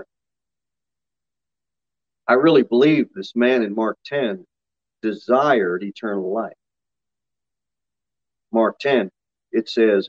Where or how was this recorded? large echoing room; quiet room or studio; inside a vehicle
large echoing room